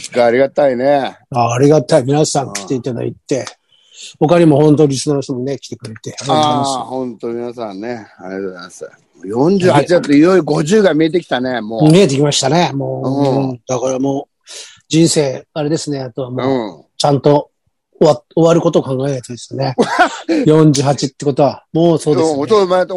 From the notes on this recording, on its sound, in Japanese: ZOOMで収録